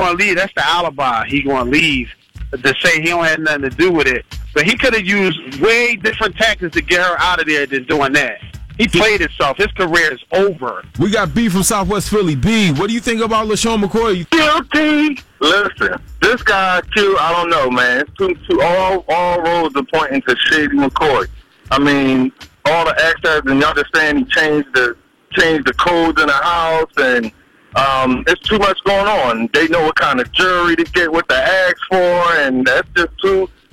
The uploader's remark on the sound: Some listeners call in to give their point of view on the situation.